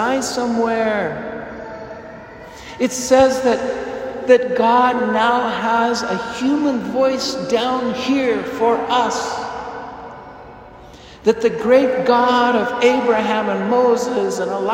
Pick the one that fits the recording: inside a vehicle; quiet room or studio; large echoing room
large echoing room